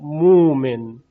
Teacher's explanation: مثل مؤمن که همزه تبدیل می شود به واو